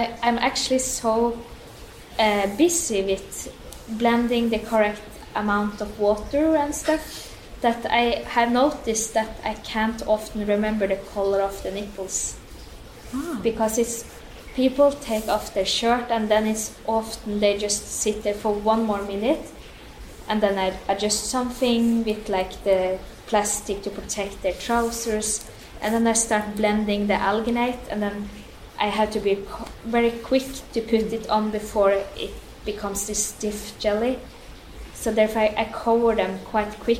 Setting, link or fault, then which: setting, large echoing room